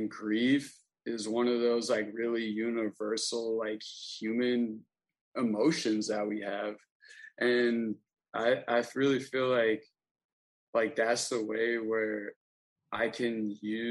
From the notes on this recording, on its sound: This program was recorded via video conference on March 29th, 2022 by the Commonwealth Club of California.